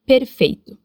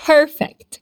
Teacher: Sem o ar, em português, a gente fala perfeito. Com o ar, em inglês, perfect. · Term: puff of air